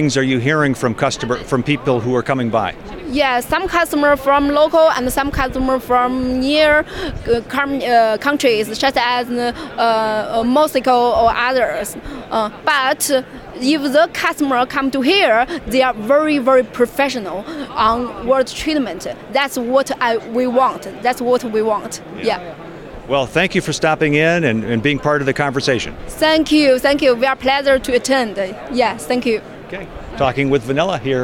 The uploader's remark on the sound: In this episode, we feature a series of interviews from the Convention floor at the 2023 WQA Convention & Exposition in Las Vegas. We call it Convention Voices, because we hear from a variety of attendees.